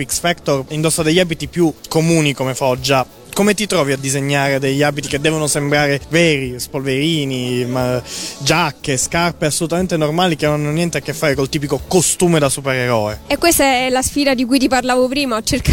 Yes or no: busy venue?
yes